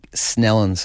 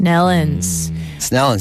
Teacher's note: you could drop the T and you could just merge the word into one big Snellens like that. Snellens.